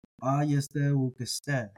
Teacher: Even the stress falls on the first syllable, ayeste, and then on the last syllable, ukeste.